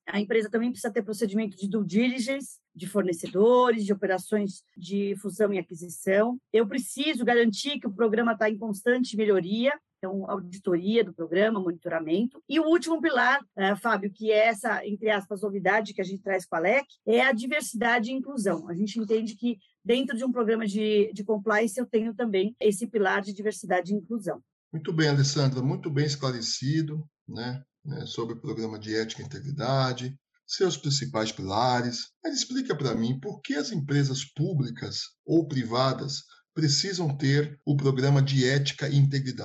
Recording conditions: video call